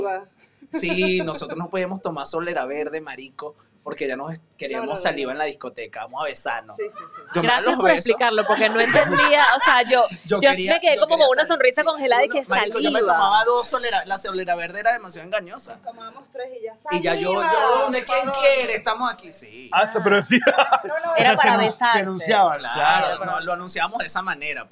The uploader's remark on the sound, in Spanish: A tope en Madrid. Grabamos directamente desde Guasa Madrid junto a nuestros Patreoncitos.